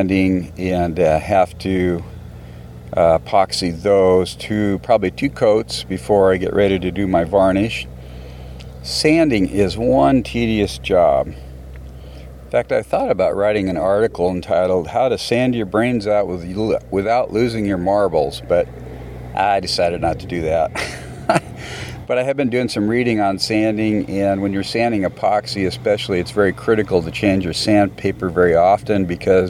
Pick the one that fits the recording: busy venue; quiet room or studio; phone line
busy venue